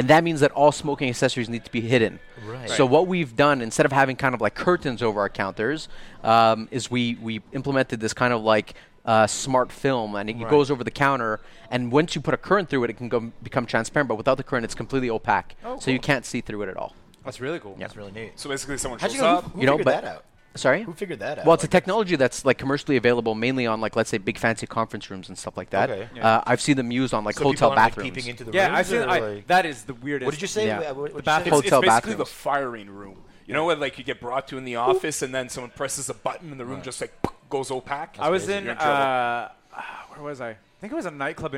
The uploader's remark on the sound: recorded at the back of Grumpy’s since March!